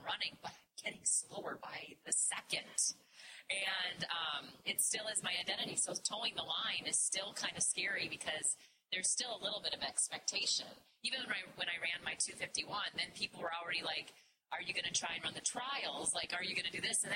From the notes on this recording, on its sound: Live Podcast Event from the New York City Marathon. In this bonus podcast episode you will hear the replay from our live event at the New York City Marathon.